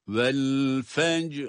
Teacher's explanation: Fecr derken cim de kalkale, ra ise duruş halinde kalın okunan bir durumda. Vel fecr. Ancak burada hem cim harfi cezimli olması hem de ra harfini sakin yani hareketsiz cezimli olarak okumamız itibariyle burada iki sakini bir arada okumak biraz dikkat istiyor.